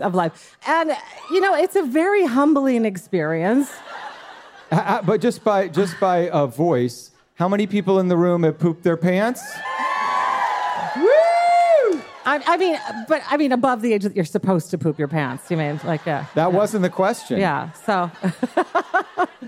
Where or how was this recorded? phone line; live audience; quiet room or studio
live audience